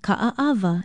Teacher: It is often used as an example of a Hawaiian word with so many vowels in a row, but if you spell and pronounce it correctly, you will note that every vowel is separated by a consonant sound, the glottal stop or okina. Ka'aava is spelled K-A-Okina-A-Okina-A-W-A, and it means the wrasse fish.